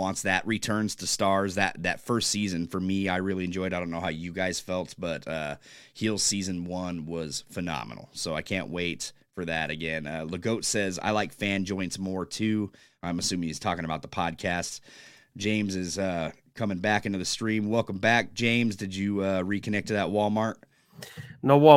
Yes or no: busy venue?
no